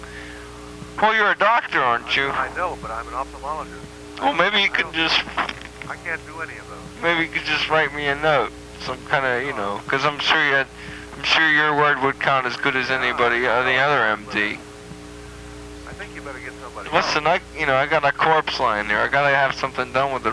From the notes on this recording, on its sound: RBCP's Personal Prank Phone Calls Collection